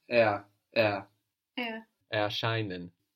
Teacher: the R after the vowel, like in ER, it's not really pronounced like an R in German. It's more like er.